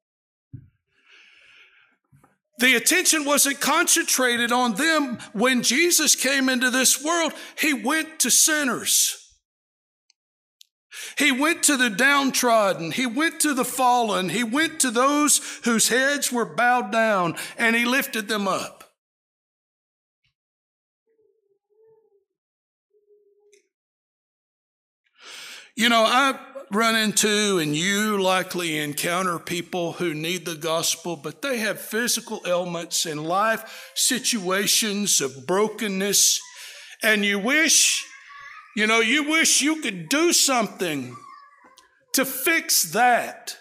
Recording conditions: large echoing room